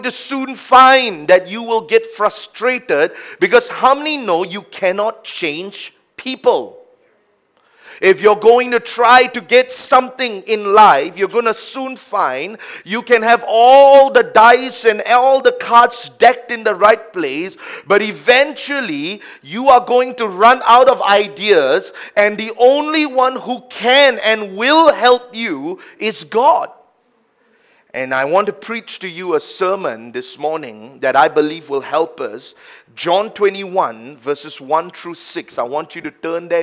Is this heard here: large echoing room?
yes